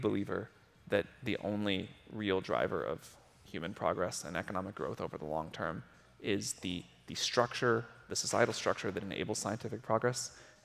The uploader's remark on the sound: recorded during Greylock's Intelligent Future summit in August 2022